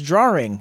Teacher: some folks pronounce drawing as drawing, adding an R in the middle · Term: Epenthesis